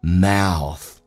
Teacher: mouth 在美式发音稍微夸张一点，先发 a 再发 u